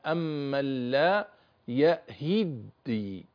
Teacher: أولا هي أصلها يهتدي كما قلنا، يهتدي فيها حرف تاء، حرف التاء هذا أدغم في حرف الدال تسهيلا فأصبحت يهدي يهدي، وحذفنا التاء. ثم حتى لا يلتقي الساكنين ويصبح فيه صعوبة في النطق كسرنا الهاء